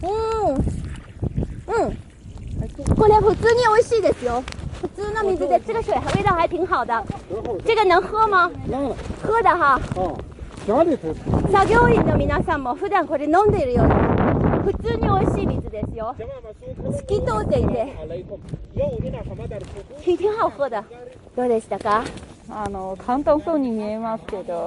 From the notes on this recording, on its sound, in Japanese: マイクリポート「クブチ砂漠を行く」の2回目、植樹活動の現場からのリポートをお届けします。